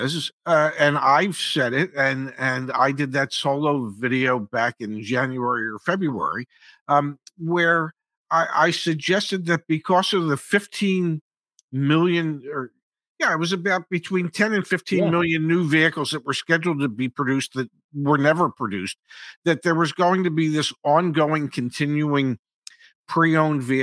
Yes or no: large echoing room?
no